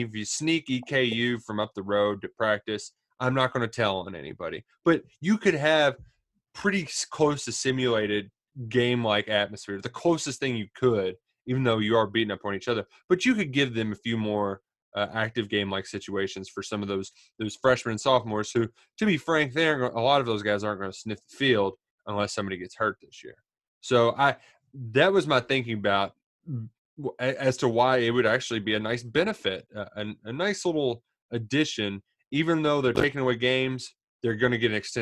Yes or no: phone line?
no